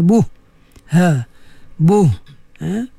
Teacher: Pastikan apa nama ha tu keluar daripada pangkal halqum.